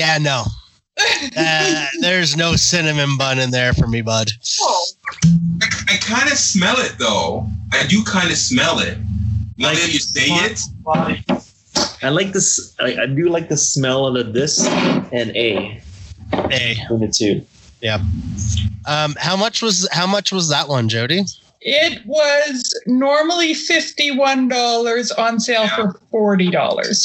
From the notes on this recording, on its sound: My friends and I set up a Skype call to blind taste test four bourbons! The audio quality is not the best.